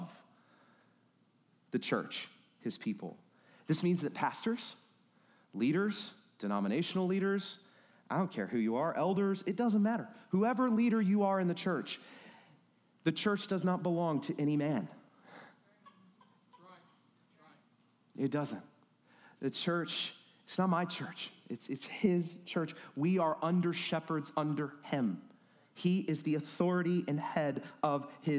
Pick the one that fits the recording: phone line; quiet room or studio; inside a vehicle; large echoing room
large echoing room